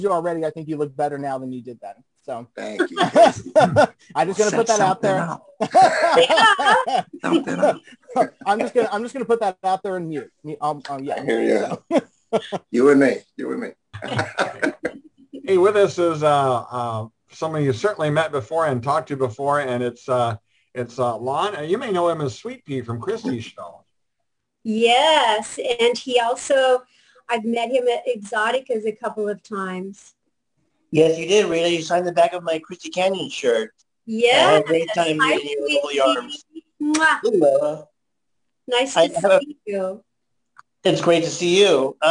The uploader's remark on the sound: before we start the Zoom Show